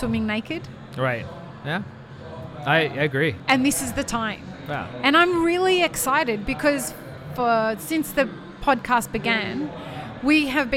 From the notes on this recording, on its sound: Live at WOC Dubai. Live-streamed from the show floor at World of Coffee Dubai 2024.